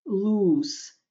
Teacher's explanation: Произносится loose, не z, а с.